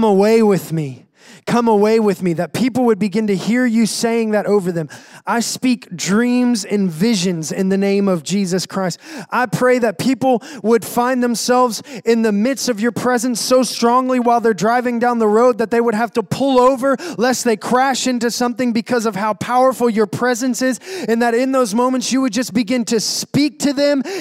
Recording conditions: large echoing room